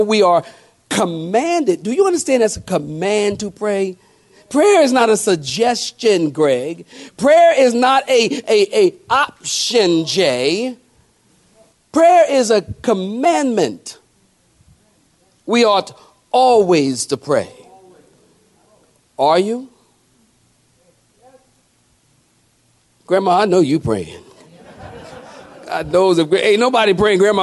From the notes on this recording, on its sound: sermon preached at Calvary Chapel Cary.